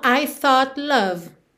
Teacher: Eu aproveito que a língua já tá no céu da boca pro T e já desço pro L